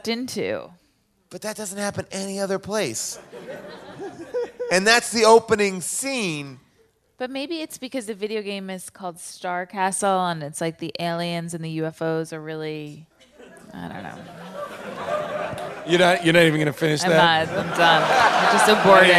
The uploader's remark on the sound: LIVE from Largo in Los Angeles